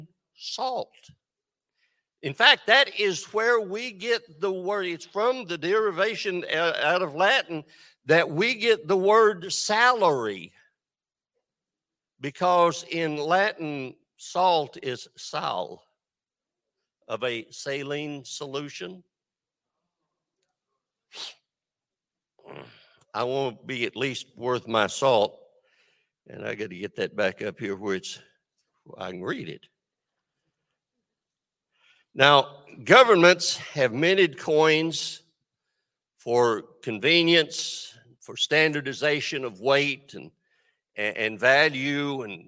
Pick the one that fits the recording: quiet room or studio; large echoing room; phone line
large echoing room